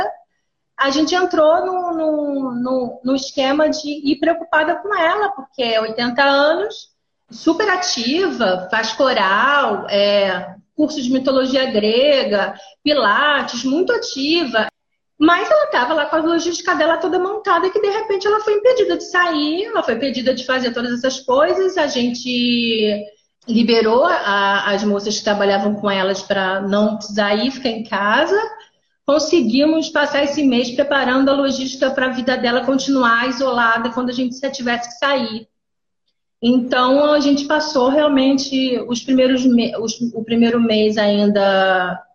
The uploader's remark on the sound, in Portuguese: uma série que registra conversas ao vivo (live) que rolaram no Instagram